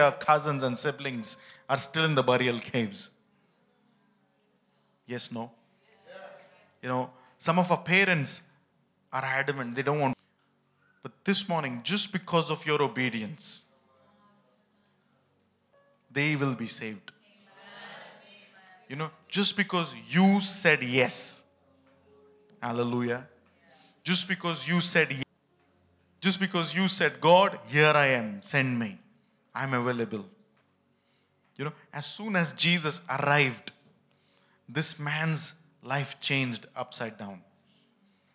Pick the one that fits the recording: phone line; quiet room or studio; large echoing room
large echoing room